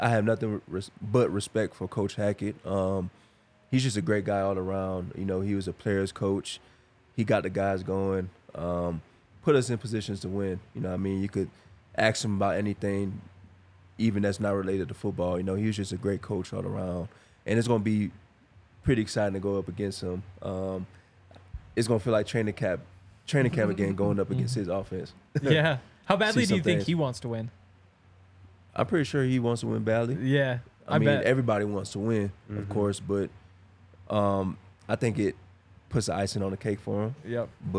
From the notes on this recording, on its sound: Coming to you LIVE from the DNVR Bar.